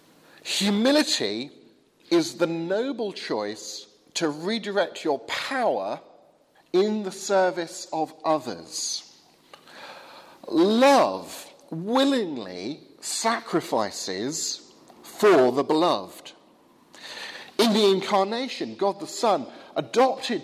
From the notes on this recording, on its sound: Sermon from the 8 am service at Highfield Church Southampton, Palm Sunday 2016.